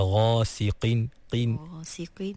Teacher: Jadi walaupun qaf tu baris bawah, dia duduk di martabat tafkhim yang paling rendah, tapi tak bermakna qaf tu menjadi nipis, sampai bertukar menjadi kaf. Jadi, jangan baca ghasiqin, kena baca ghasiqin, qin.